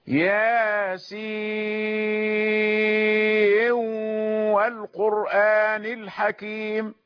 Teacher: والمدغمون يدغمون النون في الواو